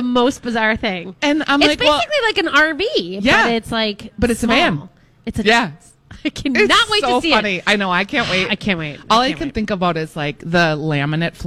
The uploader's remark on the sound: broadcasting live at Max's